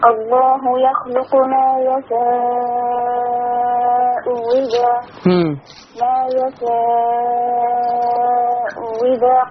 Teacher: فيها التسهيل عند ورش والإبدال واو